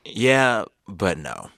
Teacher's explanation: it must be delivered with sarcasm, irony, and vocal fry